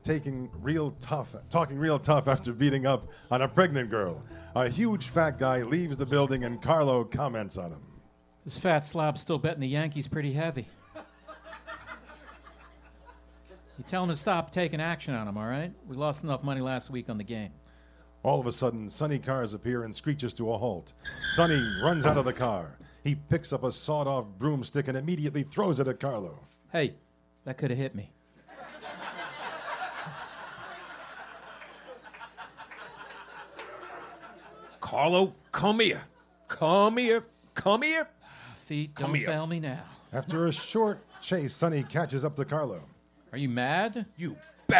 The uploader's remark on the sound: This is the full live recording. Taped in front of a live audience at the Village Underground in the West Village.